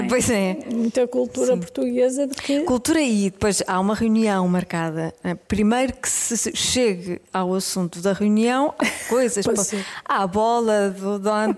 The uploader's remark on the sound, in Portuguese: Gravado ao vivo no Auditório de Vila Nova de Gaia.